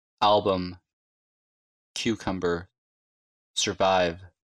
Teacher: Слабый э в безударном слоге.